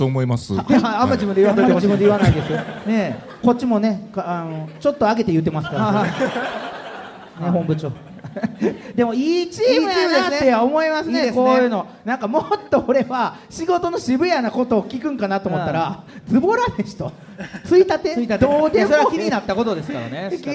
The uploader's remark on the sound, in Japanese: 京セラ本社に来ちゃいましたスペシャル。京セラで出張公開収録やりました！